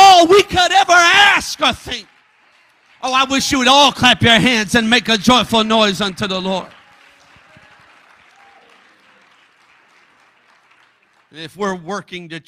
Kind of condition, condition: setting, large echoing room